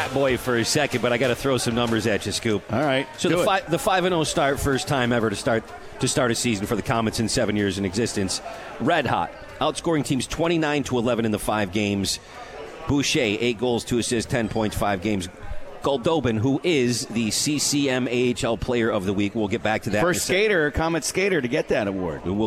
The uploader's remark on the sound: live from The 72 Tavern